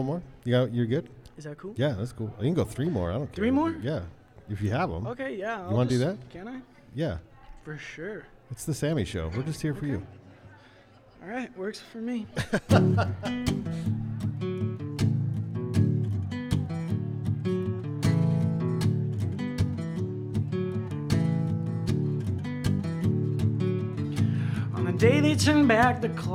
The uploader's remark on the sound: Van Sessions at The Monarch. LIVE from The Monarch Building Grand Opening in the heart of Ogden's Nine Rails Arts District.